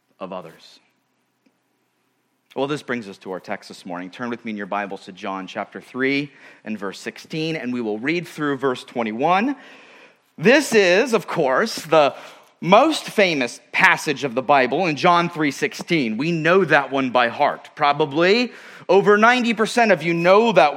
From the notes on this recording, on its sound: at Murrieta Valley Church in Murrieta, California.